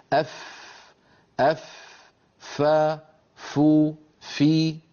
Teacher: تخرج من أطراف الأسنان العليا، الثنايا العليا، عندما تتوضع على باطن الشفة السفلى. أف أف ف فو في، هذا هو مخرج حرف الفاء.